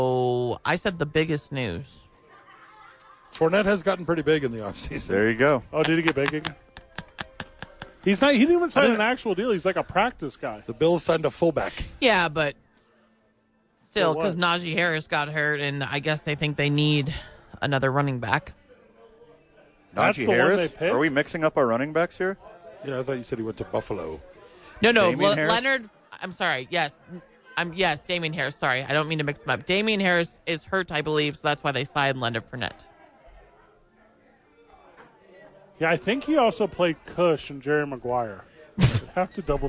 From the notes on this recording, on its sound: The Bois are live from Howies Sports Page.